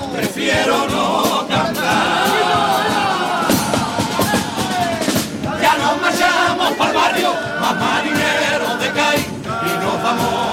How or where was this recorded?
live audience